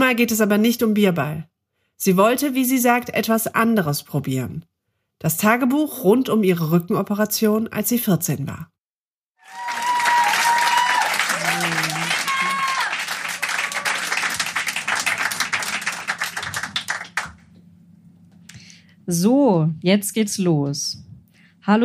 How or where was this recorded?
live audience